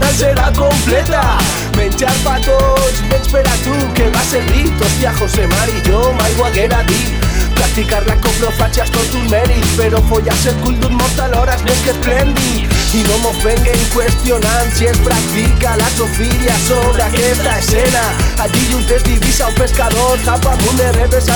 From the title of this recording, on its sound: EN DIRECTE a l'Espiga Rock 2016 (Sueca)